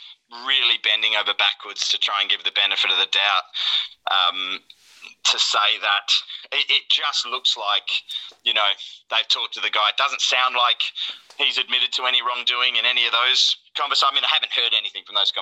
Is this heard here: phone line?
yes